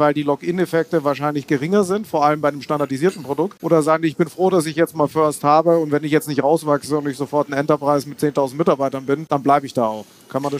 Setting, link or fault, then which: setting, busy venue